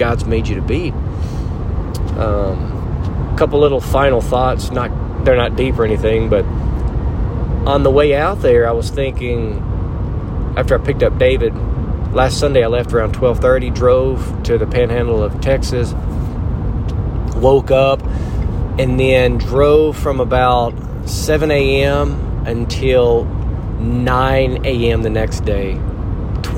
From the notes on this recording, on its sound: In the truck as he returns home from his Idaho hunt trip.